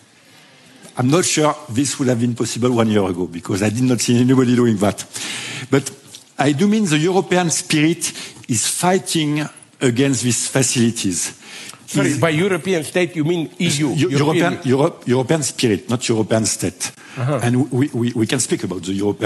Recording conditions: live audience